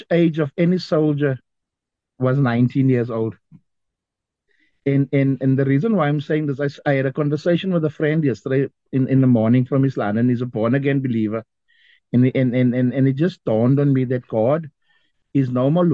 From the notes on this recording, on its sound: The Transformation Table Zoom Meeting on the 1 Jun 2023